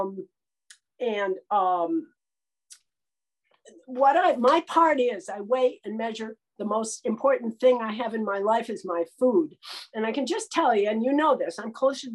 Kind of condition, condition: link, video call